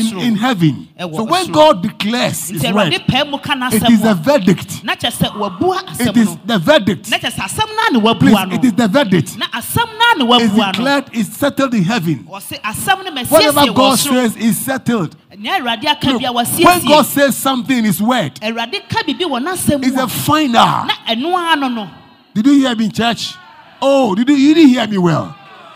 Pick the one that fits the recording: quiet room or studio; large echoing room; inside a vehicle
large echoing room